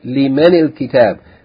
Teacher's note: We see that the noon with sukoon is taking kasra. Why? Because noon with sukoon, followed by lam with sukoon, is the meaning of two sakin letters. · Term: iltiqa sakinain